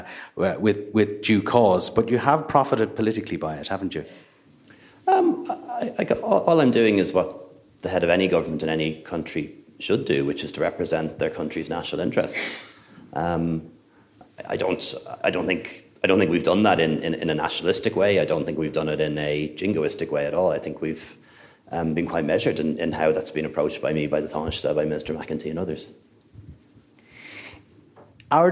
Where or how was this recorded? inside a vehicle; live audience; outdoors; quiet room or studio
live audience